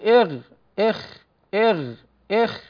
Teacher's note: وأدنى الحلق يخرج منه حرفان الغين والخاء على هذا الترتيب